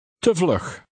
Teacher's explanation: The Dutch V makes a soft F sound.